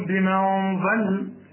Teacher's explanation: اللام مرققة، الضاد مفخم، أدي كل حرف حرف